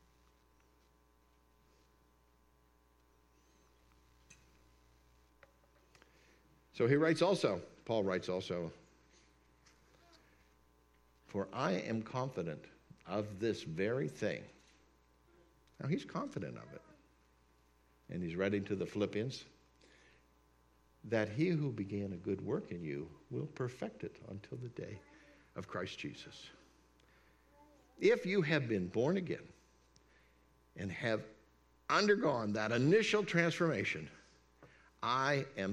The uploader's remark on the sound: This message is part of a series at Word of Grace Fellowship. We’re located at 603 S 5th St, Indiana, PA.